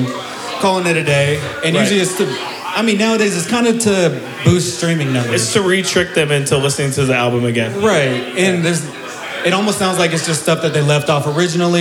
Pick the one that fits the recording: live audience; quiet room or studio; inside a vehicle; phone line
live audience